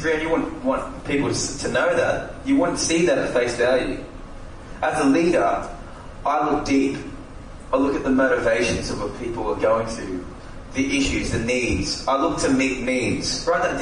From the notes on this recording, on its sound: recorded live at the session